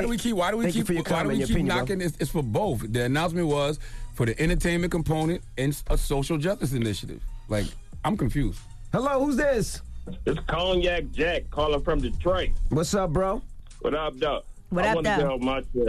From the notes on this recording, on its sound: Today on the show we opened up the phone lines to see if any of our listeners have been scammed.